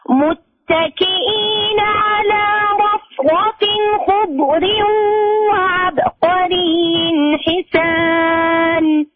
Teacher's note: نسمع بس الضاد وعدم القلقلة فيها